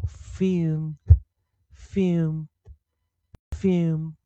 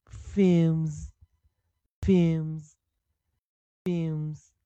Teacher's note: 然后 m 引导出来的浊化 d，m 引导出来的浊化 z